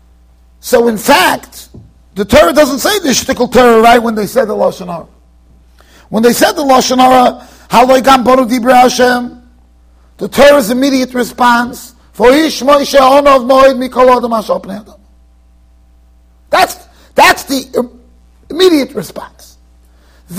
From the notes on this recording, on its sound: Shiur recorded in Yeshivas Ohr Reuven, Monsey NY.